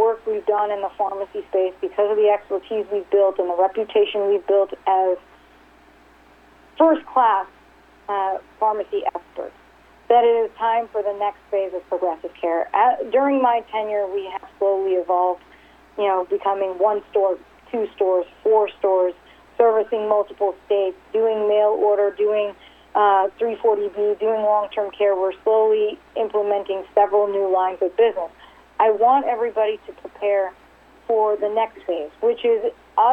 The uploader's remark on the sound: RXMD 2019 3rd Quarterly Conference Call